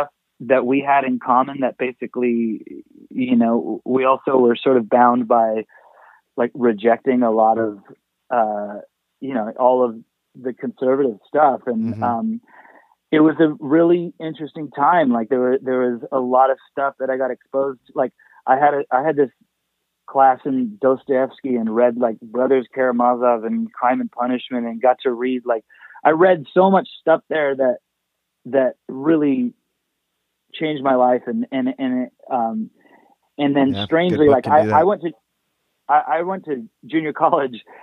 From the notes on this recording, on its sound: Is live in studio (actually, on the phone, ya know, coronavirus and all...)